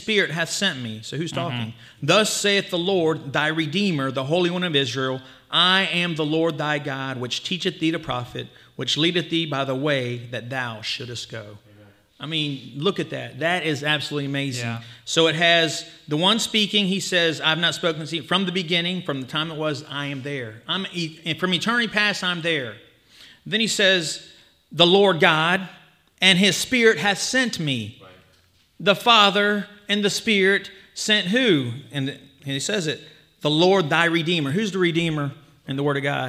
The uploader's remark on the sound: This was a live session of the 2023 Christ Is Conference in Dearborn, Michigan.